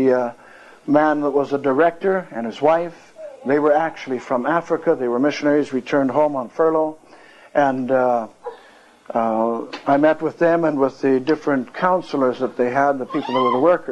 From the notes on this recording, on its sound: One of the brethren at the meeting recorded and entitled it. There I found the first half of this cassette.